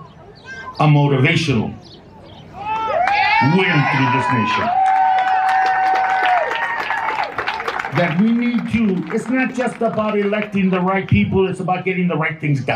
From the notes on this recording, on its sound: The second half of the podcast includes two of the speeches from the Tucson Bans Off Our Bodies rally on May 14, 2022